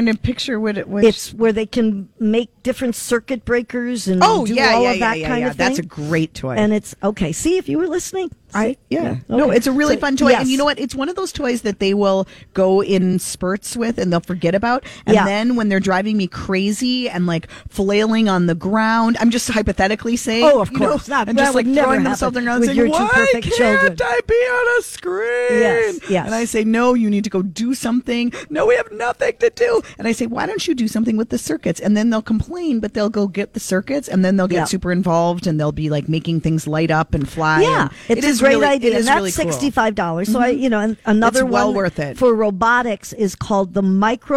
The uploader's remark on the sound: broadcasting live at AAA Minneapolis Travel